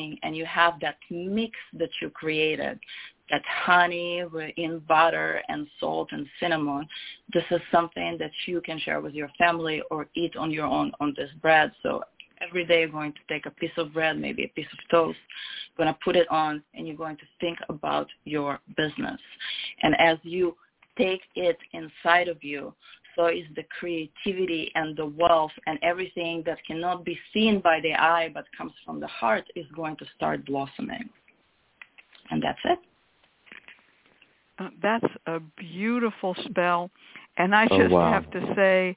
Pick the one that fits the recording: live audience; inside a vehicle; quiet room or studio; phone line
phone line